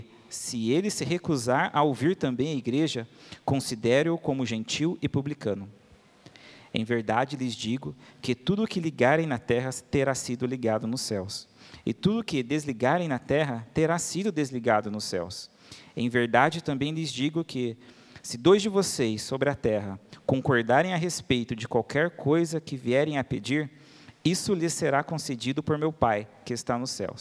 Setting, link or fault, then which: setting, large echoing room